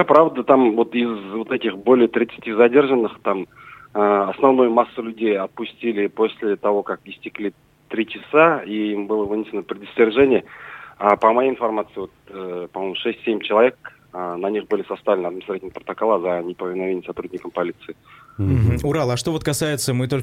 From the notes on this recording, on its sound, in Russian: По телефону